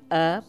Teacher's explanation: La majoria pronuncia amb la E neutra, o sigui E, per referir-nos a la necessitat de beure, tenir set.